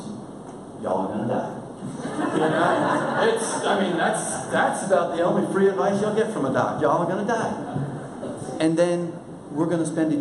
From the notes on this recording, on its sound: Recorded during the 2018 Brazos Pregnancy Center Gala